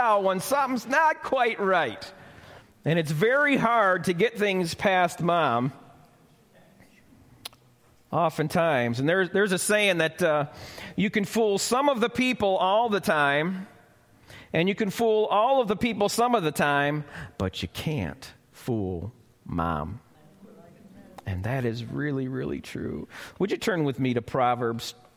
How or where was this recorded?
live audience